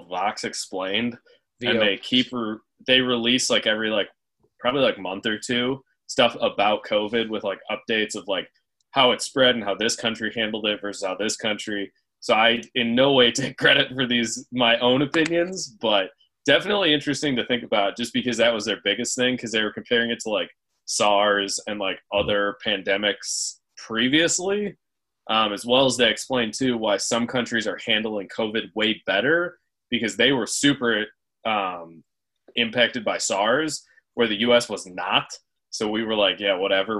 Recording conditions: video call